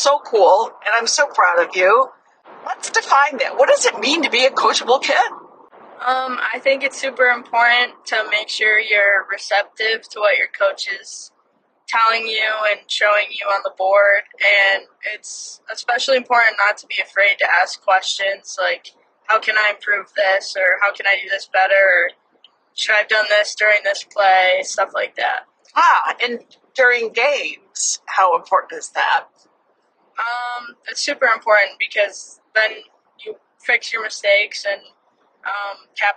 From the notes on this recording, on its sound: special road trip edition